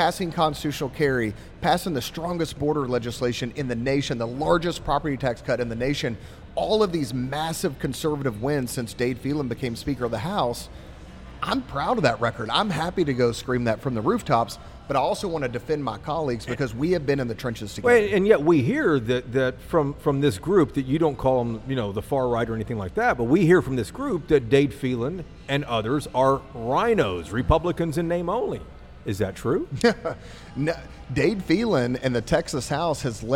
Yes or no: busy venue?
yes